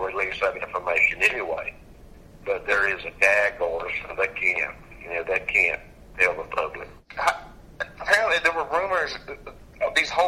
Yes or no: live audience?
no